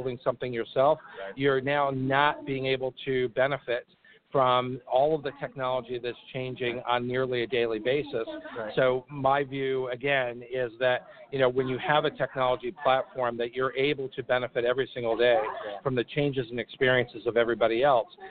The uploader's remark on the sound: LIVE from BBCON 2016 - The Blackbaud Conference